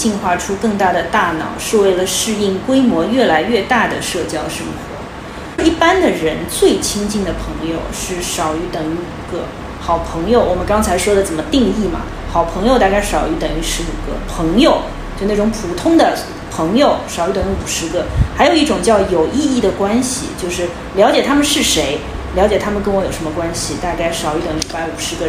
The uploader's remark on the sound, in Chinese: 希望这是渣音质的最后一期，大疆的小蜜蜂录出来的音质还比不上苹果手机，所以本期环境噪音略有点大，对音质敏感的同学不建议戴耳机收听。